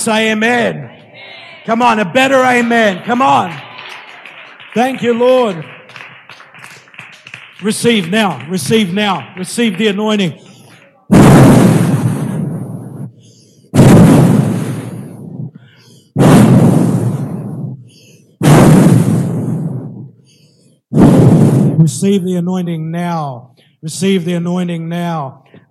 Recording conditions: large echoing room